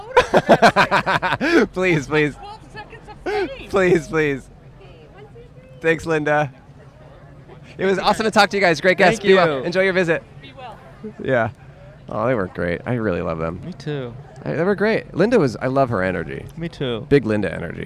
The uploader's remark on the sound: Outside In Seattle (Pike Place Market!). We recorded in front of the famous market for fish and tourism.